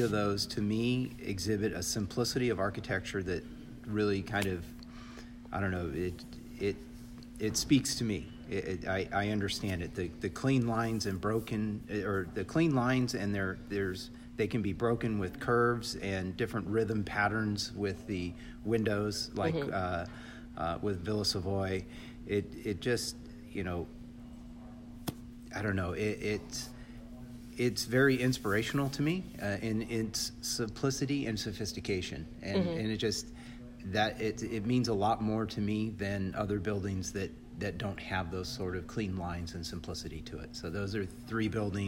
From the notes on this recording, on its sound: At the CONSTRUCT Conference in Long Beach, California in Fall 2018. Please excuse the background noise, because we were in the banquet room. After we rearranged the stage with furniture, we found the time to do the first part and finished up afterwards.